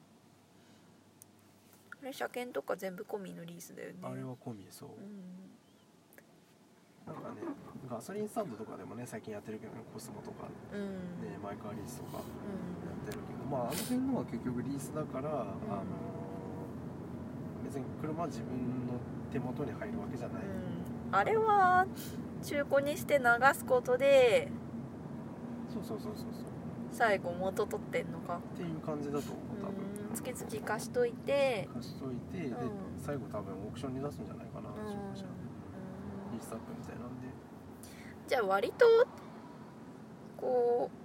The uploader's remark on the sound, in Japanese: 中古車屋の息子としての考えを運転しながら語っていく。ドライビングラジオ。